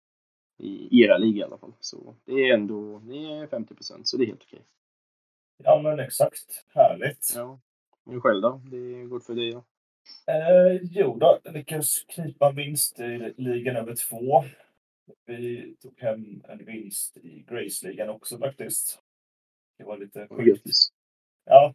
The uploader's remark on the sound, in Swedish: Ljudkvalitén blev tyvärr inte den bästa